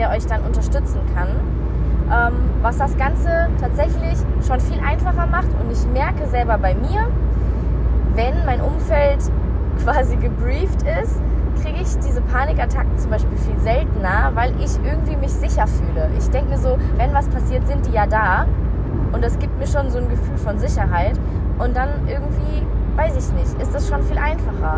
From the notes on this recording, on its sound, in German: Ich hab das Ganze beim Autofahren aufgenommen, deswegen entschuldigt die Qualität !